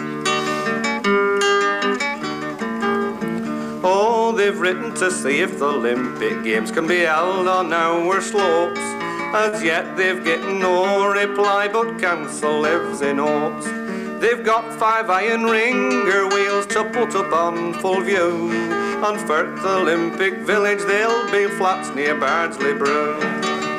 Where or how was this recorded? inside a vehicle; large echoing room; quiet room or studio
large echoing room